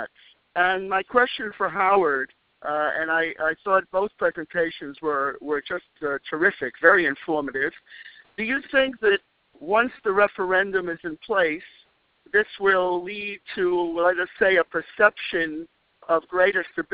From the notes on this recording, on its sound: During this teleconference